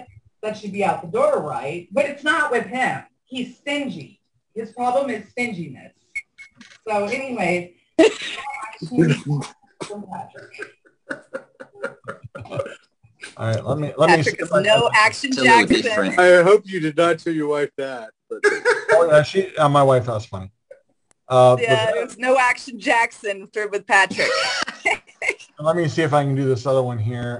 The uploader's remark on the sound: joined us on our Zoom Show